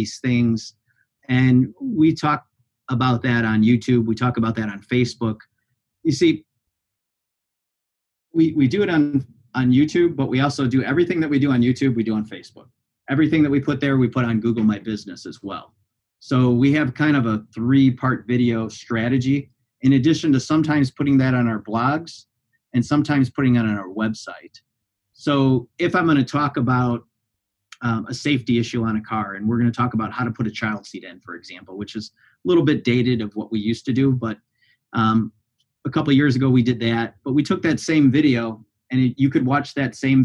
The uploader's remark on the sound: Highlights from our panel discussion. This conversation was featured on the Fixed Ops Marketing Panel Discussion Series as part of our Auto Retail Marketing Webcast Series.